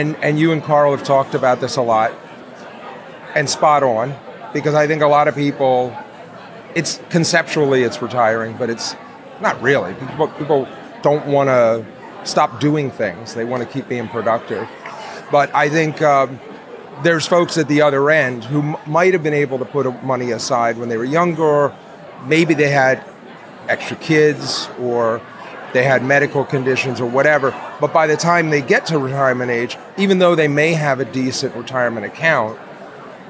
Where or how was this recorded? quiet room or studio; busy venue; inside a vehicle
busy venue